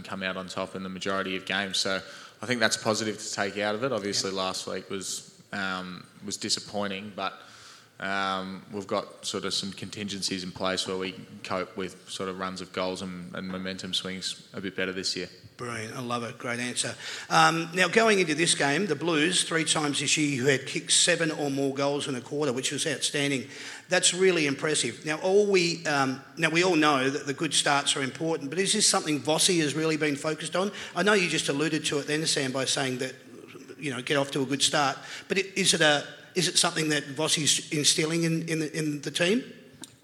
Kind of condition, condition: setting, live audience